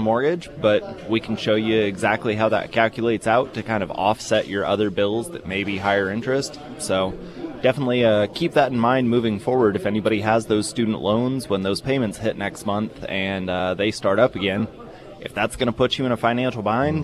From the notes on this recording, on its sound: broadcasted live from Scrambler’s for the “KSGF Friday Roadshow”